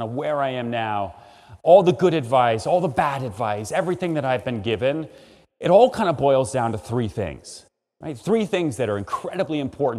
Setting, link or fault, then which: setting, live audience